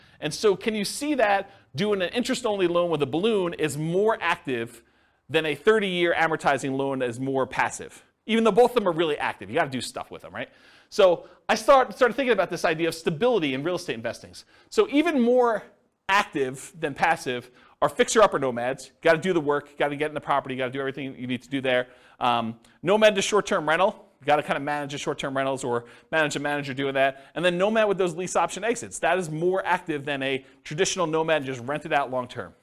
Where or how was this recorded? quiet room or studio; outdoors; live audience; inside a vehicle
live audience